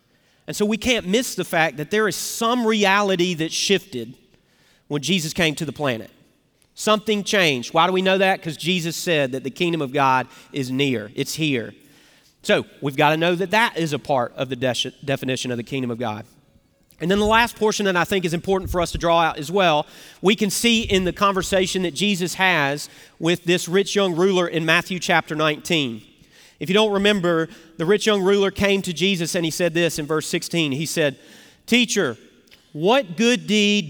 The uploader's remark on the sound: Recorded Live at Brookwood Church on 10.29.2023